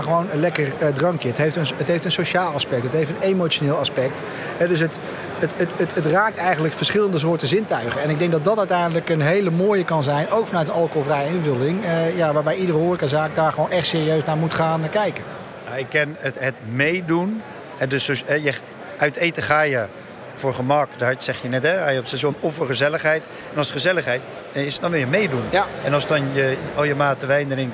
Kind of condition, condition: setting, busy venue